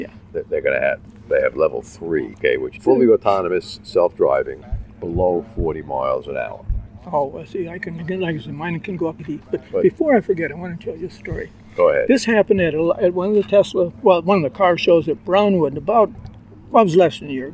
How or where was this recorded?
outdoors